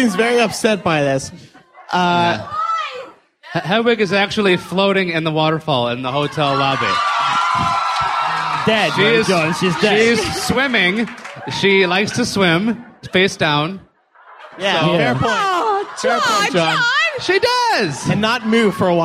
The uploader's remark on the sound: LeakyMug Live from Prophecy 2007.